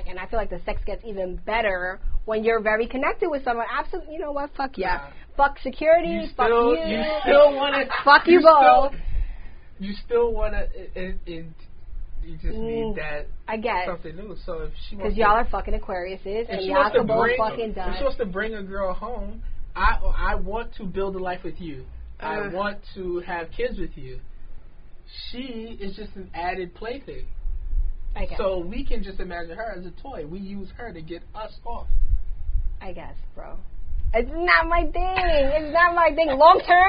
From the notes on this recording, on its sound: It was like some extra after the show show shit a lil behind the scene lol excuse the sound quality this was before the equipment upgrade.